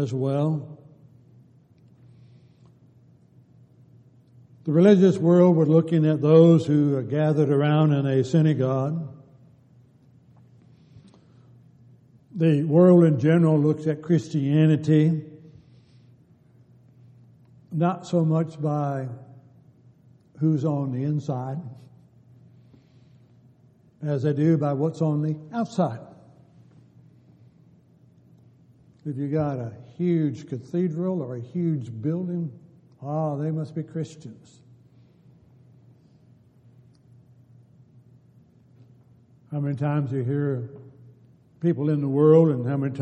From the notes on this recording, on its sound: Downtown Church Of Christ Audio Sermon